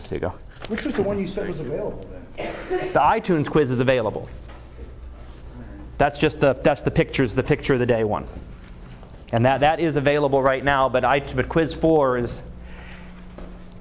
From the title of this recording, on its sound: Live Class Lecture